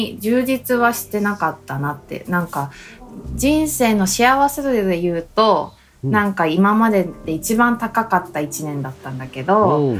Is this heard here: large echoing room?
no